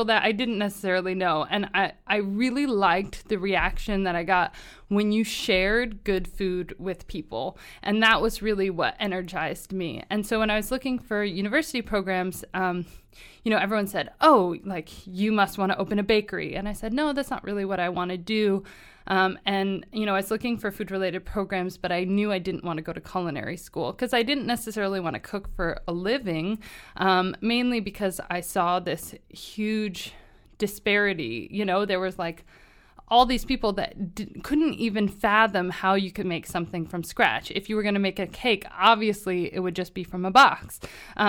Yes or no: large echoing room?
no